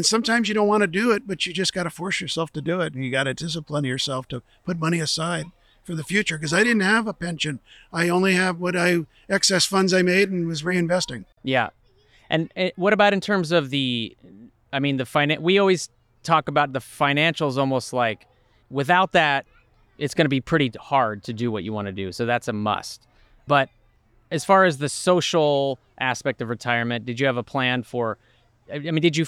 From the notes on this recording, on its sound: The Santa Barbara Zoo, about two hours north of Los Angeles. I returned to the zoo with all my recording equipment and caught them in action.